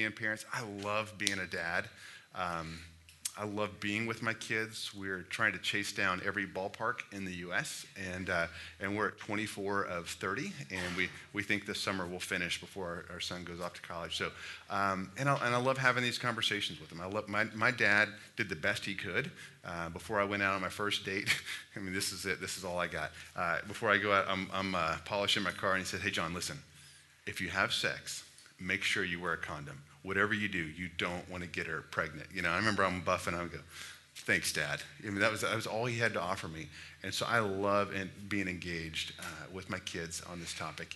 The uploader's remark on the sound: Listen to a live question and answer session, at the Watermark Fort Worth Campus.